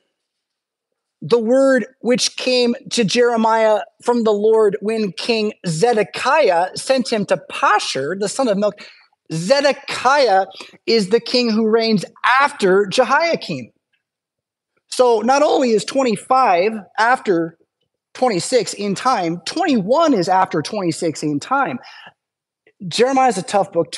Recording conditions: large echoing room